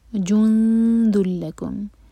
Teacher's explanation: جیم پر جو دمہ ہے اس کے لیے ہمارے ہوٹ گول ہوں گے، لیکن جب نون پر جائیں گے تو دیکھیں نون ایمٹی ہے، اس کے بعد ہے دال، تو نون پر ہم اخفا کریں گے. · اخفا کا مطلب ہے کہ ہم نون کی آواز کو چھپائیں گے، اور دال کے لیے زبان تیار کریں گے، 2 سیکنڈس کا ٹائم دیں گے